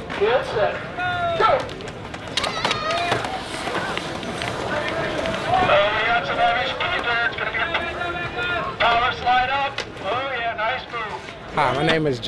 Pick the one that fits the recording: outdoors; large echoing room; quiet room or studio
outdoors